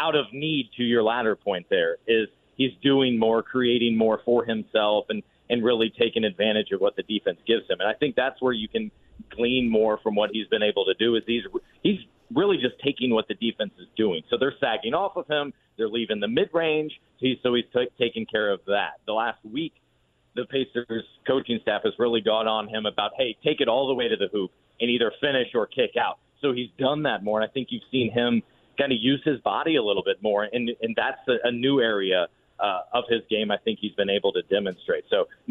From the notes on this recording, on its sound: Is on the road attending Pro-Day camps, but still has time to call in to the show.